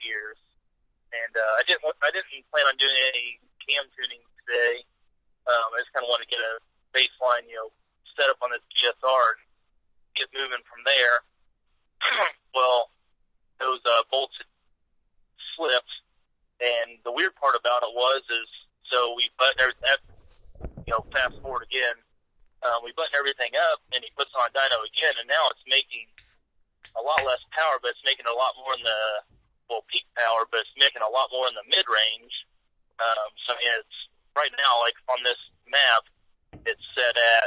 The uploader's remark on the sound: We had to do it via phone (anothe semi-successful experiment?).